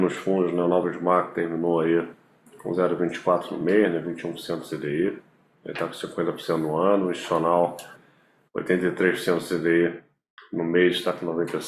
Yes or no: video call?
yes